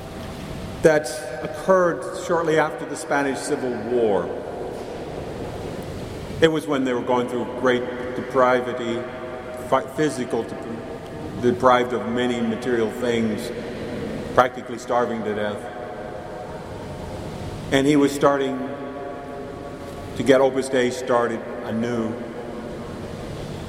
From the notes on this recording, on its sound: Mary of the Angels Church in Chicago, IL. Please note that this homily was recorded in the church during Mass.